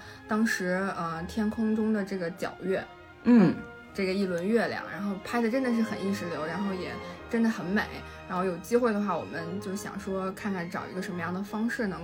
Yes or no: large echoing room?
no